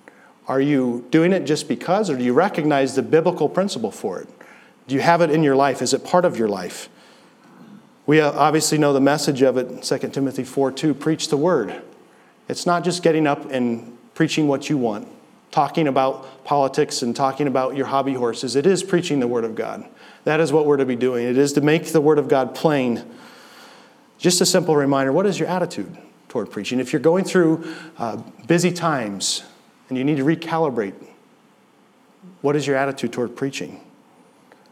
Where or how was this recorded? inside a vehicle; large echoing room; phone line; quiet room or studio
large echoing room